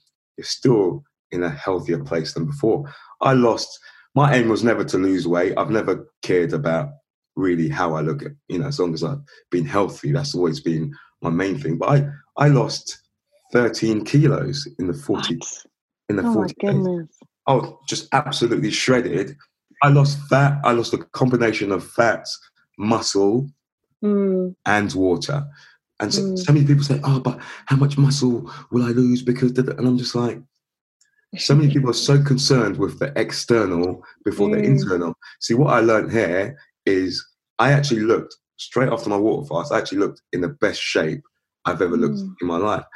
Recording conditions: video call